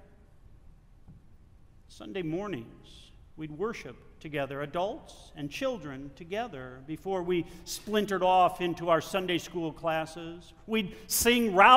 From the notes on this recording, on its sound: Delivered at the First Presbyterian Church of Flint. Sunday Liturgy.